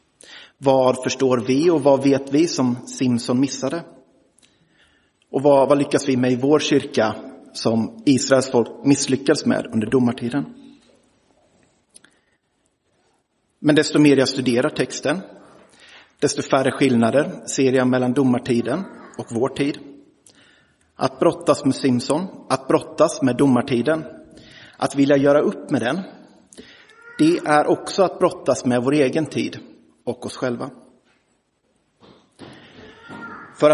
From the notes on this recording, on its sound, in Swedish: Inspelad i Roseniuskyrkan den 29 januari 2023.